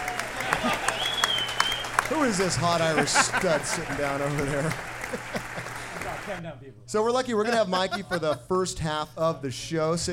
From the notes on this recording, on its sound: Recorded live at The Local!